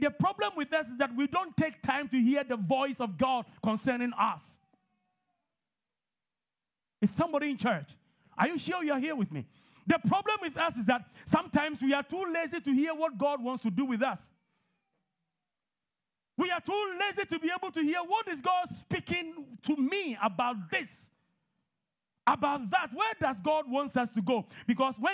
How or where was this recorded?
large echoing room